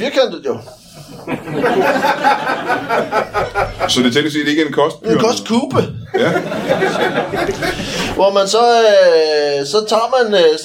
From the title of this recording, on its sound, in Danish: LIVE fra Chase i Roskilde